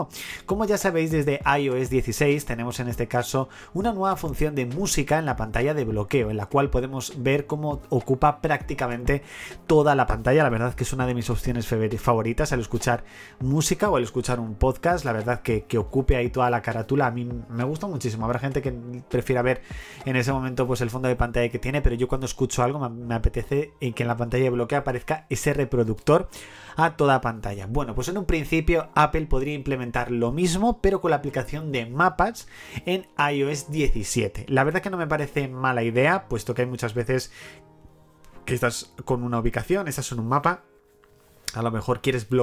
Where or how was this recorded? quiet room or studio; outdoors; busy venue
quiet room or studio